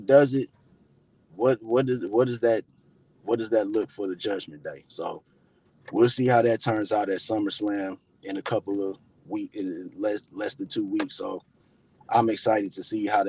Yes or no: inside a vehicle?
yes